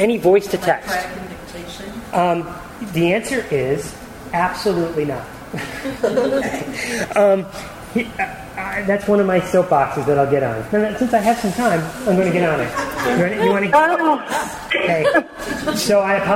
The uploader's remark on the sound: The second half of the recording of a live presentation. At the 2012 Virginia Society for Technology in Education Conference.